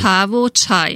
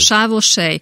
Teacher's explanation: nem csével, hanem cséhá, hehezetes hangon · Shown in: first take